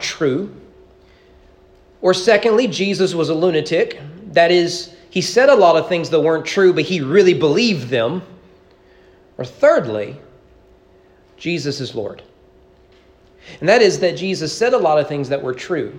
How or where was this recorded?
large echoing room